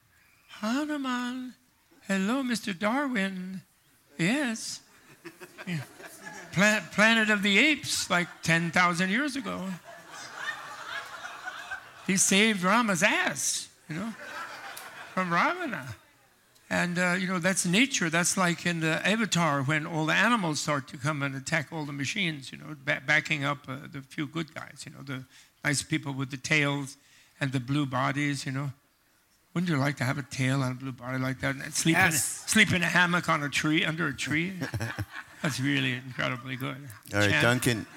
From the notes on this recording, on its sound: Live from the 2018 “ Spring on Maui ” retreat